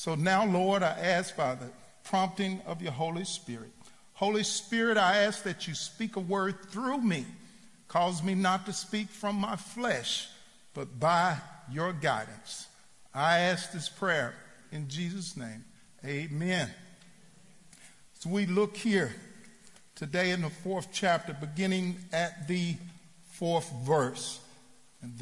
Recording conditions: live audience